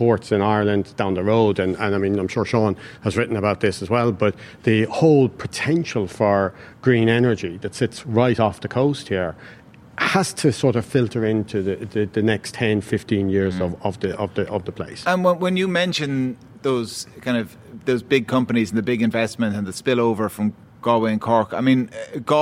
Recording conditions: busy venue